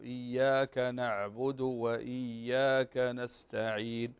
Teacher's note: فتضم الدال ولا تسكنها، دال نعبد